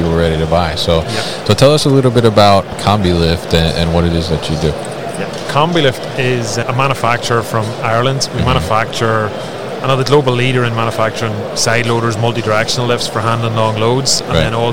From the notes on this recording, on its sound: Combilift at MODEX 2022